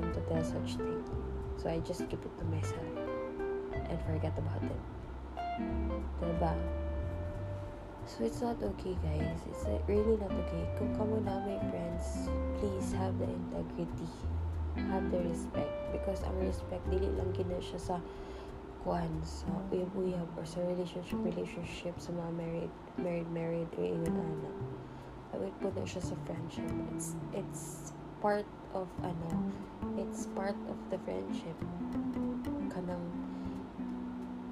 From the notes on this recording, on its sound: please excuse our aircon noise